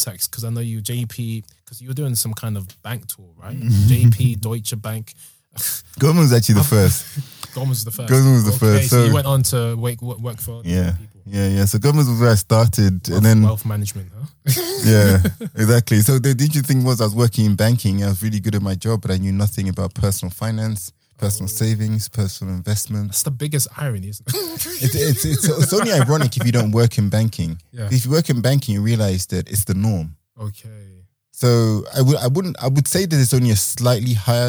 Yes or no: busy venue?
no